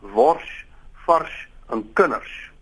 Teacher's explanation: 'n vorm van palatalisering van die slot S wanneer dit voorafgegaan word deur 'n R, soos byvoorbeeld in wors, vars en kinders, dan kry jy wors, vars en kinders.